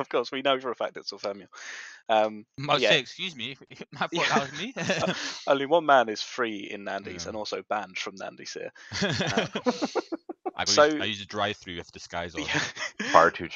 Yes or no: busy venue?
no